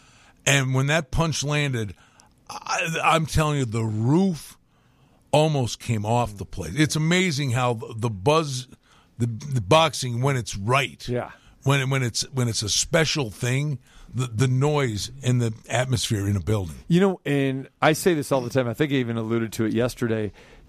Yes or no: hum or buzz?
no